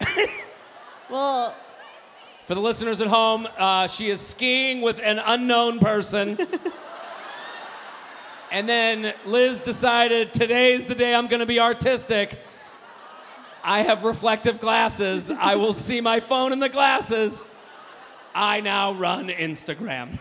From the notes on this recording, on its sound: A very special bonus episode recorded live at The Vic Theatre in Chicago. They conduct a dating app profile makeover for 2 audience members.